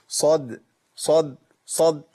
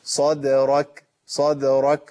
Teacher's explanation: عندي صاد مفخمة قوي لأنها إيه صاد مفتوحة في مرتبة عالية وإحنا قلنا قبل كده في مرات التفخيم صح والصاد دي مطبقة